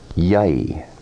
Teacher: E has changed into its semivowel before the ending I.